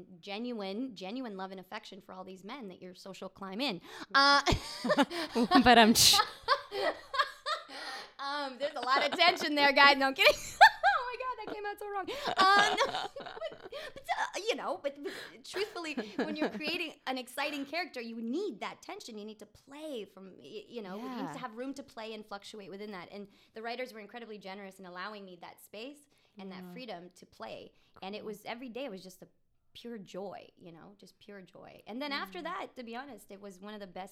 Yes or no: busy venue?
no